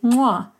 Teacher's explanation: One of the most remarkable of the clicks is known as the kiss click. If you wanted to say the word cat in ngu, you'd say mwa, and this has a nasal bilabial click consonant.